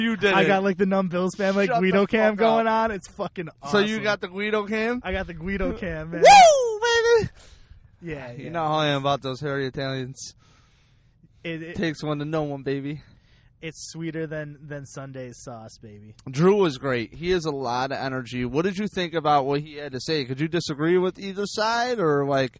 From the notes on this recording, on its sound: We rolled out the mobile unit and laid down a quick episdoe in the van. In the parking lot at Batavia Downs.